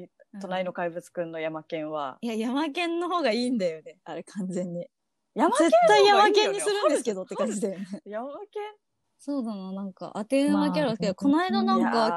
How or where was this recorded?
video call